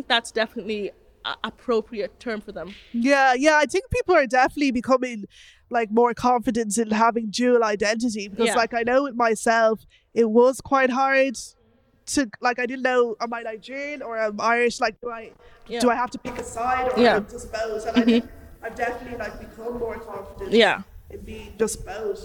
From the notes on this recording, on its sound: This episode was recorded live as part of Africa Day 2018 at Farmleigh House in Phoenix Park.